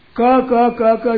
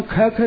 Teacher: पहला, तीसरा, पांचवा विषम अक्षर, इनका अल्प प्राण है, और दूसरा और चौथा जिसका महाप्राण है प्रयत्न। क क क क जितना कह दो उतना ख ख नहीं कह सकते आप, कि ख में प्राण अधिक खर्च होते हैं